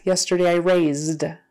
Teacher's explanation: That voiced Z becomes a voiced D